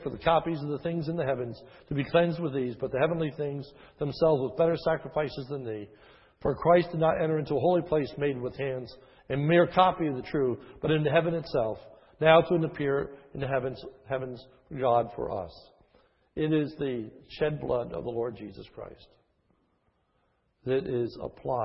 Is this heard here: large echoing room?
yes